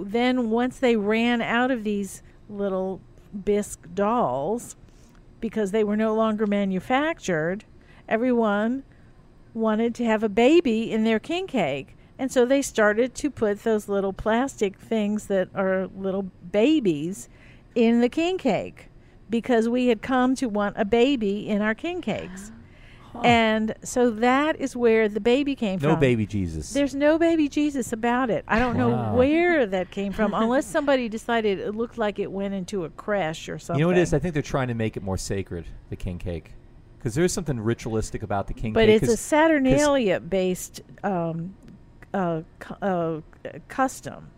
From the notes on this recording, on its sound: We recorded this episode of Midnight Menu 1 in the currently closed Grille by The Hill restaurant next to Monkey Hill bar on Magazine Street.